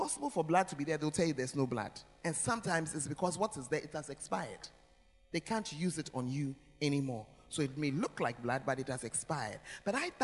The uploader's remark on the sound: Preached at First Love Center; Ayeduase